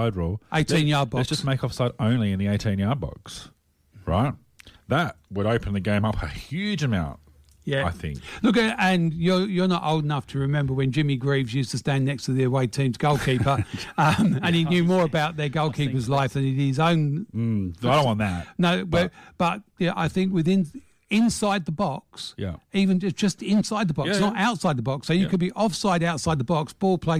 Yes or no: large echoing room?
no